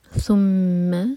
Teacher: ثا کے لیے ہماری زبان اوپر والے دانتوں کو ٹچ کرتی ہے اور تھوڑی سی ٹپ باہر